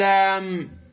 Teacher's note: هذه اللام نهايتها ميم عند النطق بها